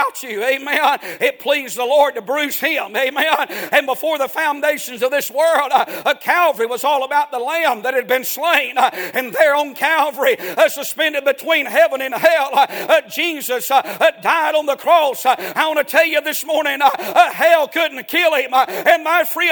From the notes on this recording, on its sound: A sermon preached Sunday Morning